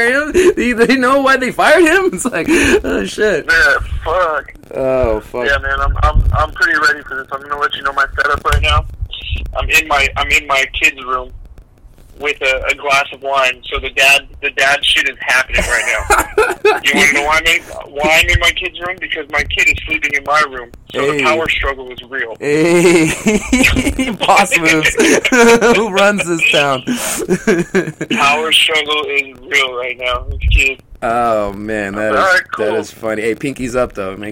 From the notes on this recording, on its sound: back on the show via the batphone line once again